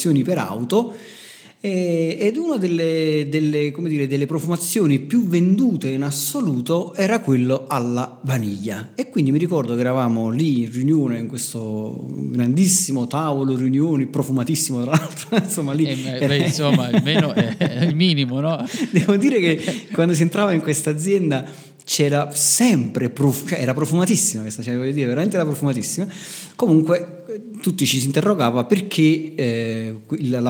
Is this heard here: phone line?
no